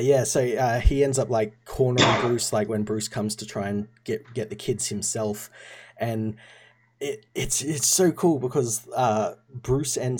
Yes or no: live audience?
no